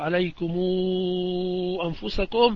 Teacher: قراءة ورش كما هو معروف، عليكم أنفسكم، إشباعا ست حركات عنده